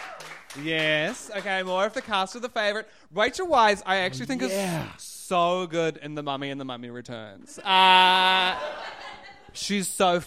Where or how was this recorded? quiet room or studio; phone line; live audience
live audience